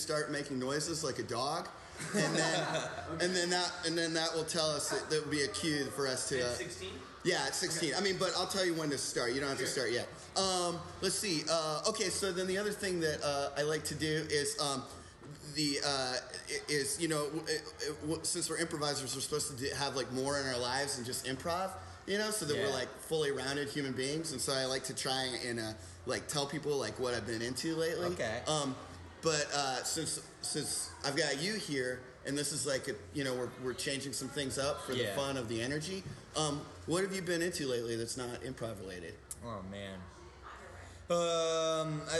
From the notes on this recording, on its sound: Live from the Jangleheart Circus!